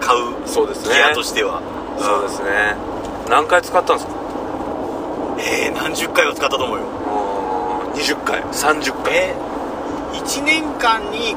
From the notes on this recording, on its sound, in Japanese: 車の中で収録してます。